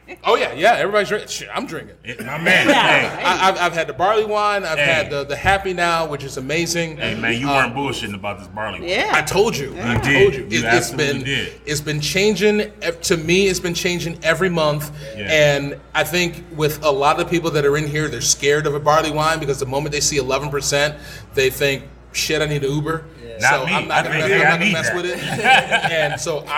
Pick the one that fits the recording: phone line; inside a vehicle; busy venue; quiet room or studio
busy venue